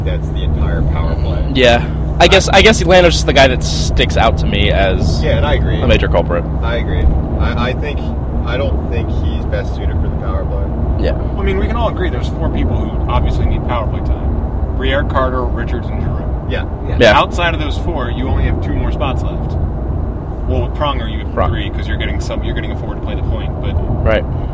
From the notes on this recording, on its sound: Live From Interstate 87. Live from the road on the way to Glens Falls, NY. We recorded this one in the car today.